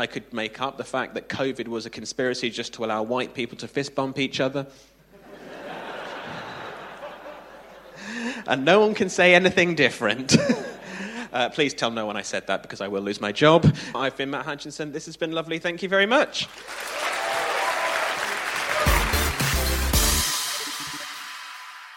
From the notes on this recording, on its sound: the final installment of their live shows, performed at London’s Bloomsbury Theatre